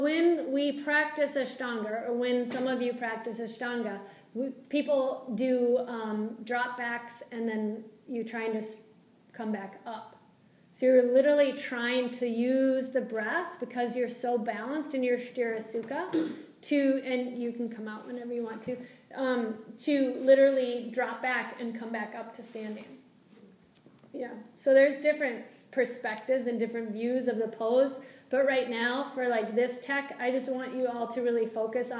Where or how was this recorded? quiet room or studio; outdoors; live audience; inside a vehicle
live audience